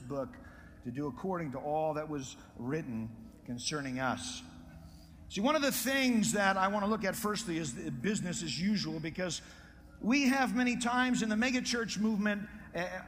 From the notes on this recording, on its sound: Preached in Prescott Conference Jan.2009.